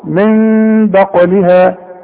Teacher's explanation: هنقلب النون الى ميم ونخفي ونغن · Term: الاقلاب